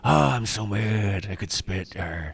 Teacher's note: That's got a little breathy, but it's kind of in the throat a little bit.